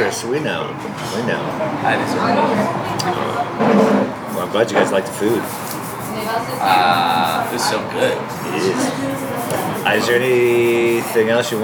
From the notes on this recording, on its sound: at Rutt's Cafe in West LA